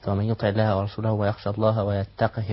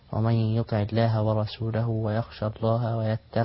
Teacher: حفص يقرأها بالكسر الهاء فقط، أما ورش له الكسر مع الصلة